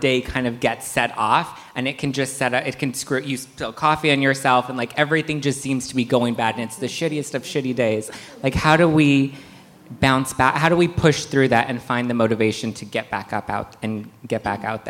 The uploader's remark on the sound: Taped LIVE at the 2019 Love Beauty Wellness Festival in Downtown LA.